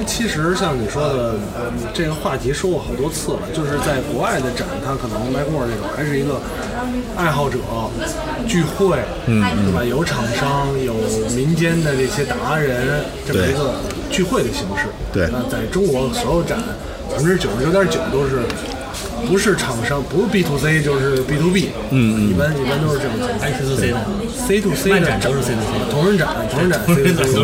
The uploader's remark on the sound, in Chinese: 现场·MacworldAsia2014。一年一度的Macworld iWorld Asia大会已经举行了第四届啦。在大会现场制作了一期关于Macworld大会的节目。We got a new Macworld Asia Expo in Beijing in August, the 4th one.